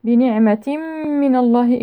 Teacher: إدغام كامل بغنة أكمل ما تكون